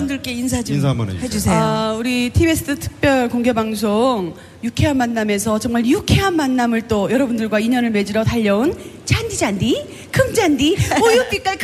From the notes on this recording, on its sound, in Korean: 유쾌한 만남 공개방송